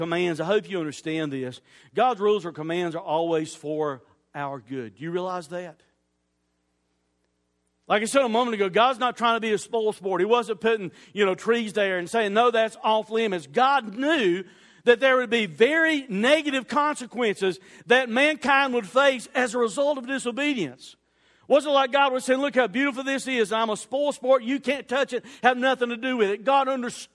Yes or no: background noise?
no